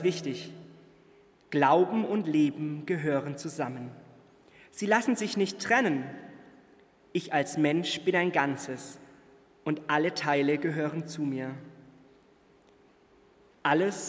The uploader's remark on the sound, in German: Live-Gottesdienstübertragung aus der Jugendkirche LUX in Nürnberg